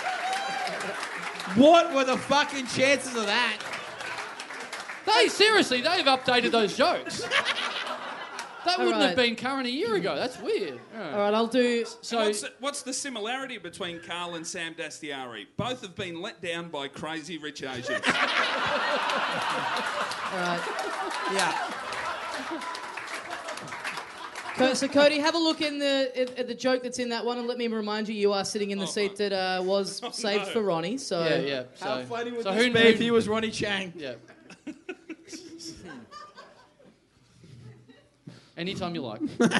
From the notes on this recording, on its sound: We did a huge live podcast a couple of nights before it. Live on stage.